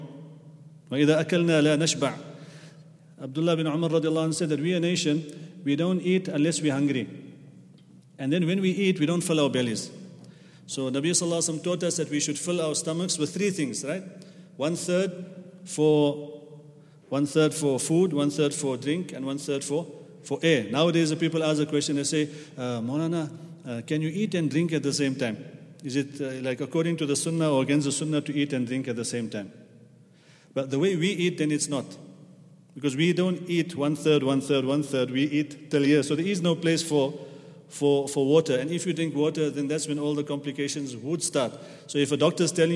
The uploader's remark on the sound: at the Houghton Masjid (West Street)